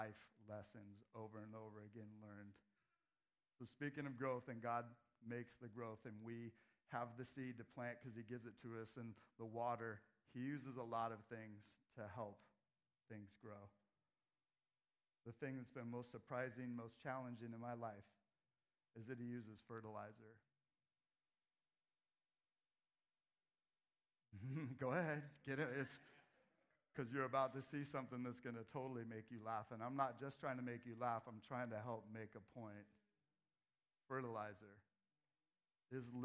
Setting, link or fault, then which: setting, large echoing room